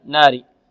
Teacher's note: كفروا، كفروا من أهل الكتاب والمشركين، تفشي الشين، والمشركين في ناري. ناري، كلمة ناري هذه فيها النون مرققة والراء مرققة